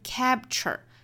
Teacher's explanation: 上下嘴唇抿一下，摆这个 p 的口型，但是不 p 出来